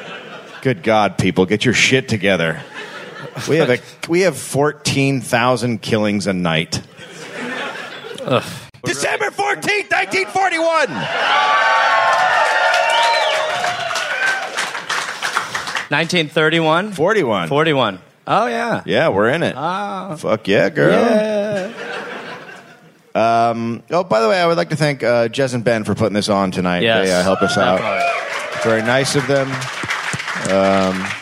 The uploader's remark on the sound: recorded live in Perth